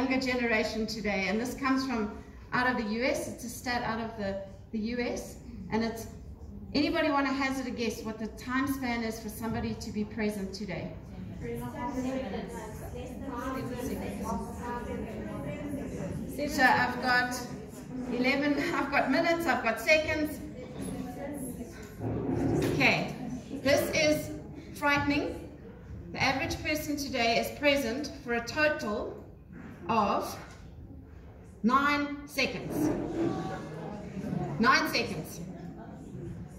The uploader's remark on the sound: Live From Global Woman's Club.